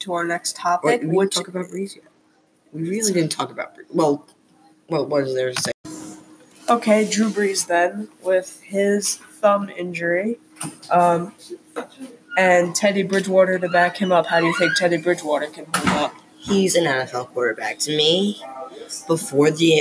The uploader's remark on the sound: We have a lot to talk about but we still have yet to find a quiet location so please excuse the noise in the background.